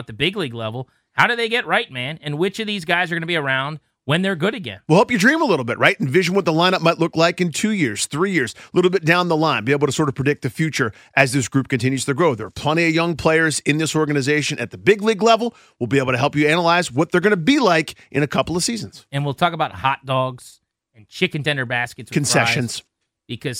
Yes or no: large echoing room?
no